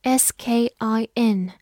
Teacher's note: lucky to escape punishment. Skin, S K I N, skin, S 发 s，字母 K 在 s 这个音后面浊化成 g，I N 发 in，skin，它是一个名词，表示皮肤。比如说，skin care 就是护肤，care 就是护理、关心的意思。Skincare，造个句子：Her skin is soft and smooth.它的皮肤柔软光滑。soft 就是柔软的。smooth 我